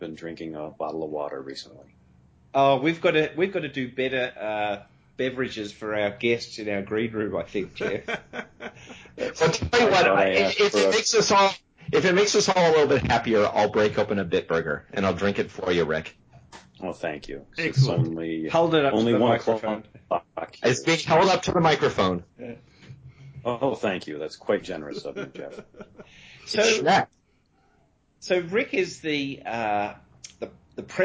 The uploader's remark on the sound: there are a few audio glitches in this episode – particularly in the first couple of minutes, courtesy of Skype – however, sound does improve.